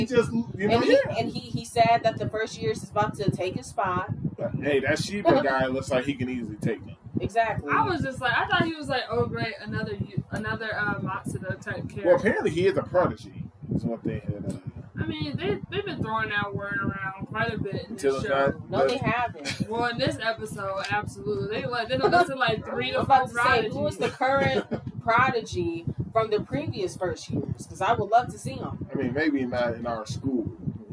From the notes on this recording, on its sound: Forgive us for the loud fan sound.